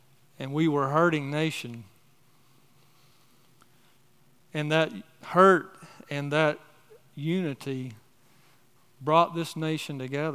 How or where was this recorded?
large echoing room